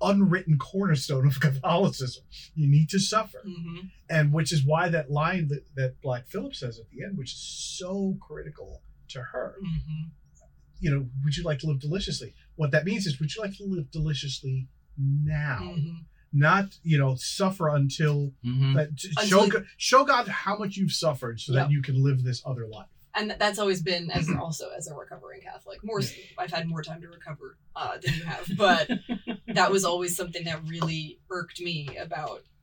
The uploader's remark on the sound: Since we're still learning, we botched the actual recording of the audio, so we used the sound from the two cameras we shot the video version of the show with. We sound fine, but it's a little "room-toney".